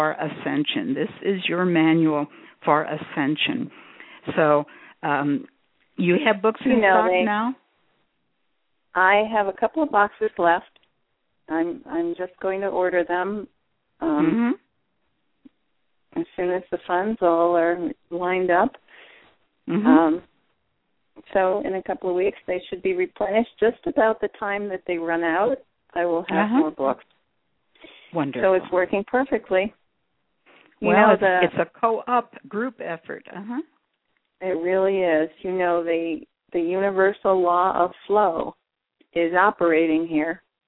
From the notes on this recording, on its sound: Callers can call. Personal responses to callers during the special call-in segment.